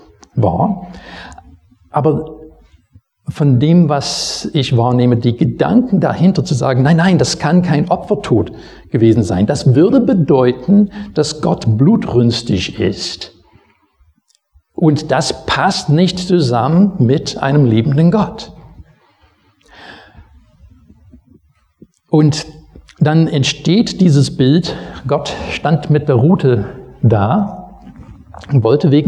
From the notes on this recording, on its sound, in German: Predigt aus dem Gottesdienst vom 27.